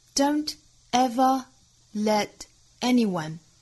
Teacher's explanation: Don't ever let anyone,每一个词可以说都读得很重 · 前面四个单词我们仔细听原声的话，我们发现每一个词之间都没有做连读 · Term: 强调重读